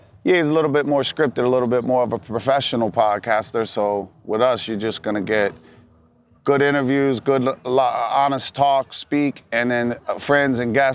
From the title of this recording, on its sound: LIVE FROM MALBON MUTINY at MIAMI SHORES